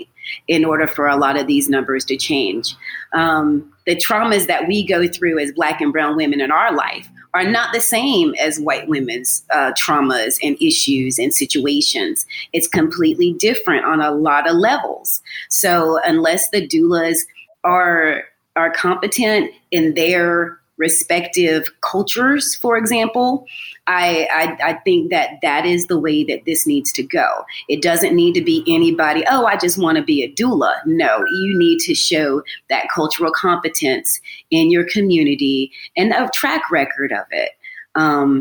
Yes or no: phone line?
no